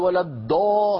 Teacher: مهما قال ولا الضاء هذه دال مفخمة، مهما ضغط يا أخي لن تكون ضاد إلا أن تضغط على حافتي لسانه.